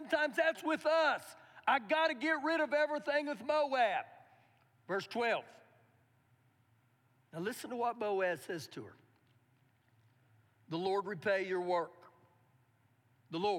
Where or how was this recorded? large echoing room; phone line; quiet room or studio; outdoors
large echoing room